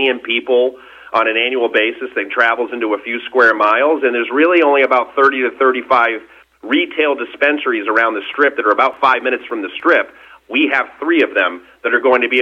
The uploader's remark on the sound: called in to SmallCapVoice